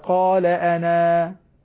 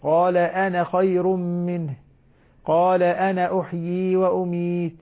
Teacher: فأقول مثلا قال أنا، ثبتت الألف أنا، لو وصلناها مع ما بعدها تحذف الألف · Shown in: second take